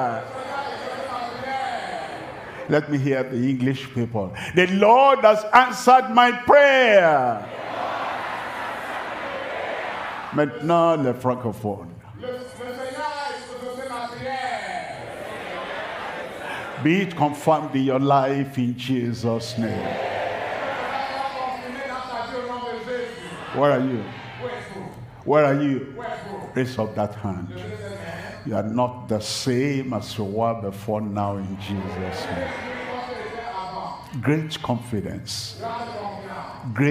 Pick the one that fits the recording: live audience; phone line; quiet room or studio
live audience